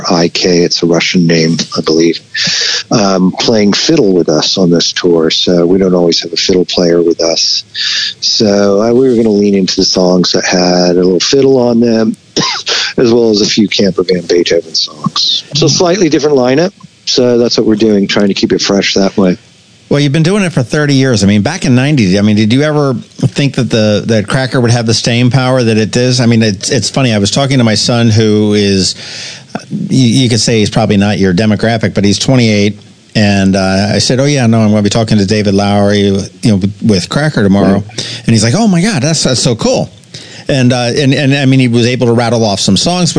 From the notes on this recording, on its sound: We hopped on the phone